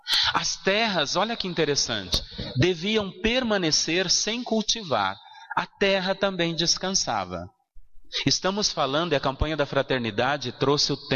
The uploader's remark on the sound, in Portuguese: na Igreja São Sebastião em 05/07/2016